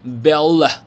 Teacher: 注意它的这个舌尖的位置呢是在最后呢送上去，顶到上牙龈的后面， l 一定要顶上去的感觉。那么你可以有一种用一种从多到少的方法来找到这个正确的位置，怎么样做呢？就是先 bella 先 let 出来，然后呢你就知道、哦、原来舌头放